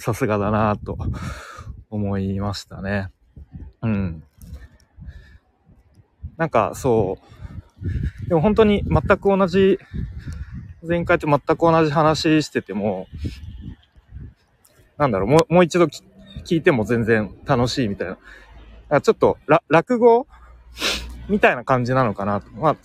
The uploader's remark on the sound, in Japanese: 西野亮廣講演会からの帰り道にノリで収録しました。